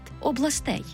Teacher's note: фіксуємо виняток у родовому відмінку множини. Там тільки наголошений останній склад областей